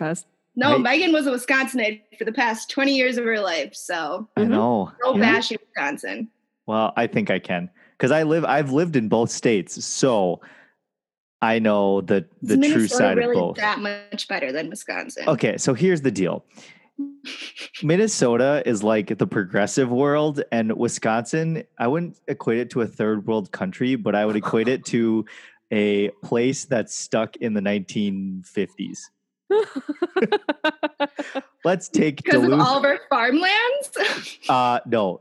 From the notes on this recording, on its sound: This is our first Zoom interview that we literally figured out while we were recording.